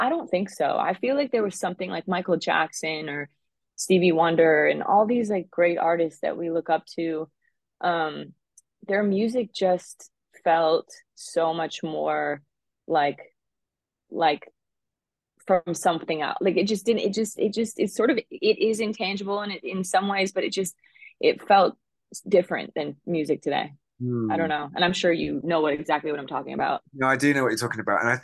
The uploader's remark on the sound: The show, conducted via Zoom, is set to go in person.